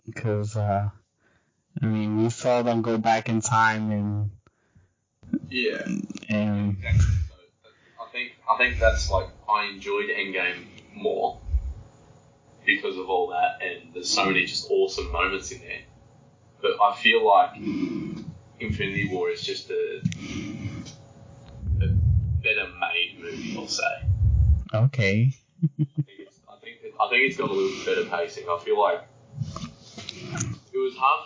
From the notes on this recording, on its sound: Excuse amateur recording, it's been a while and I forgot a few things.